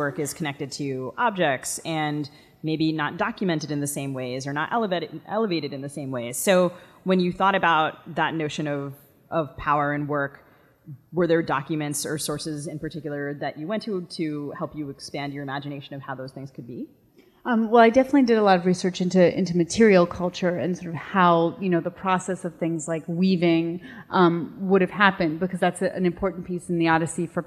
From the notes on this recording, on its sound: In this live episode of the Fiction/Non/Fiction podcast, recorded at the 2018 Miami Book Fair. In this live episode of the Fiction/Non/Fiction podcast, recorded at the 2018 Miami Book Fair.